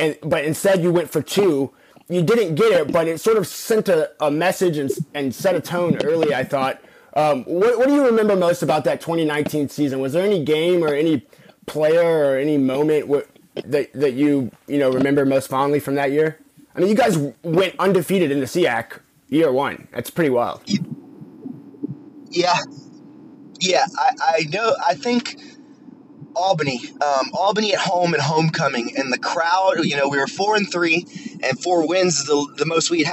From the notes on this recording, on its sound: Over the phone for a 1-on-1 interview.